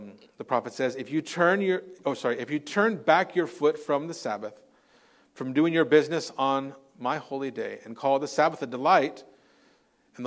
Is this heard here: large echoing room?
yes